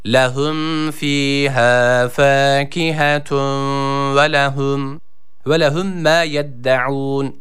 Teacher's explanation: Burada güzel H dediğimiz mide boşluğundan gelen H var.